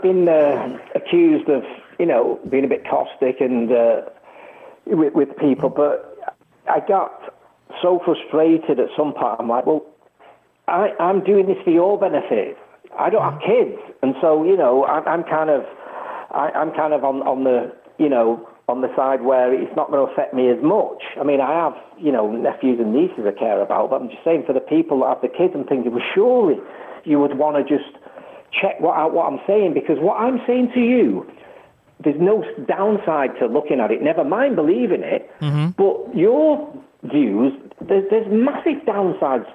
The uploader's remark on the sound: We have a call in guest for hour 2